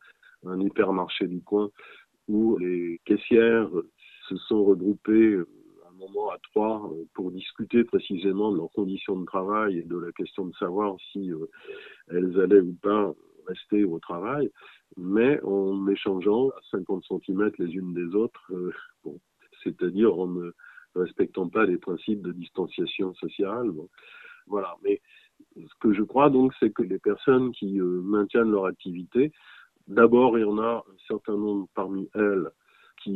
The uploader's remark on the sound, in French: Joint par téléphone.